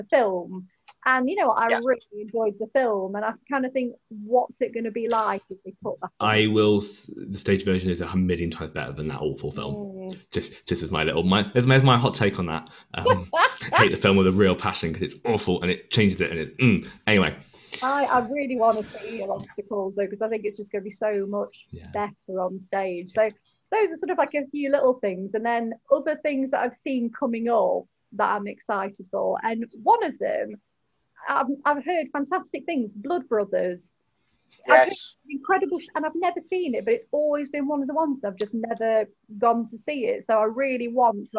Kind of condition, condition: link, video call